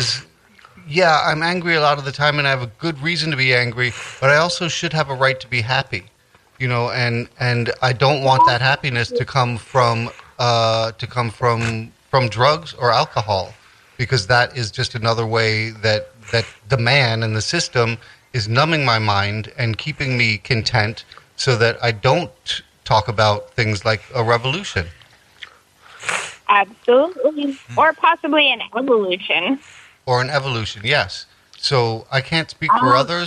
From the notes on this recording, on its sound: called